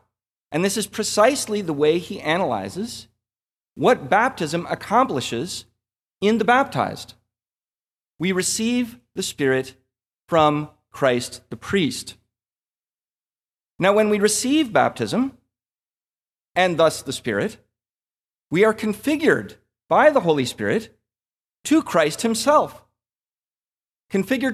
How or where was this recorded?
large echoing room